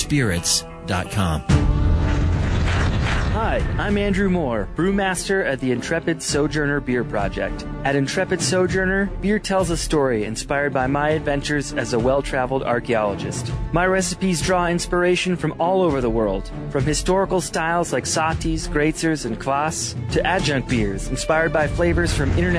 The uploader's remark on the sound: Live from Beats and Brews in Colorado Springs!